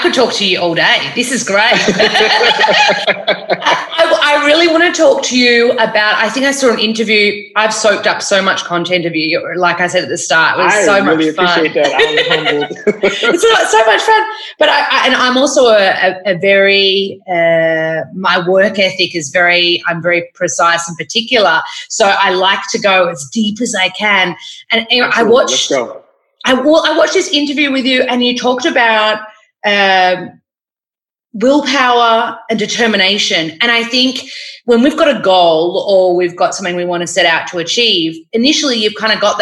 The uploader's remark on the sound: The episode was recorded online as he’s based in New York.